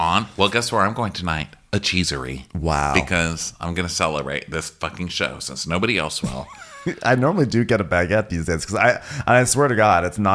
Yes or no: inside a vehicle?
no